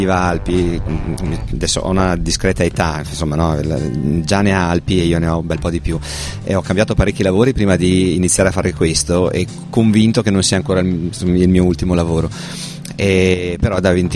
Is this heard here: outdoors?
yes